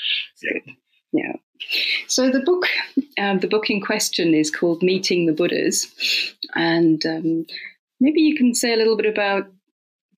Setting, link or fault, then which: fault, poor sound quality